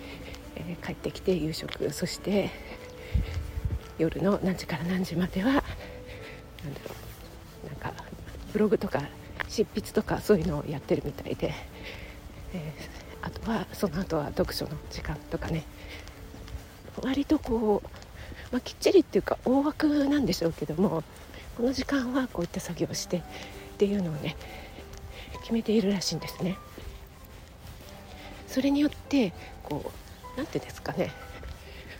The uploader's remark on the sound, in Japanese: 外収録のため風の音が入ってます